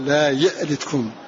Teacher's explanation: اختلف الراويان عن أبي عمرو، فالدوري عنه حققها فيقرأها لا يألتكم